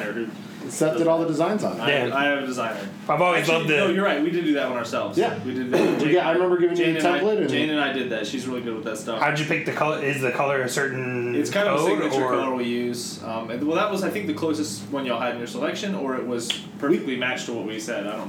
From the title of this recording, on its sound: Live From Snyder Cycles after the Tucker Criterium